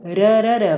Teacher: T, D, R, é feito no mesmo lugar, só que o R é um som mais rápido, ele é um som mais curto. · Term: som de R